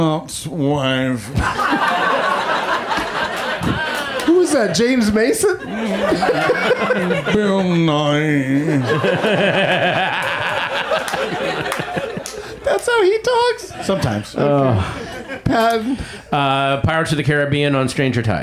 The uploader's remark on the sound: Back home at the UCB Franklin